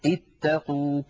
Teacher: لا تظنوا بأنه القاف يا إخواننا، الحرف الثالث هو التاء الثانية، لأن التاء مشددة فهي عبارة عن تائين ساكنة فمفتوحة، فطالما أن الحرف الثالث مفتوح تكسر عند البديء، اتقوا.